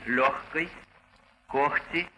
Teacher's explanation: А в середине слова вместо «г» произносится «х».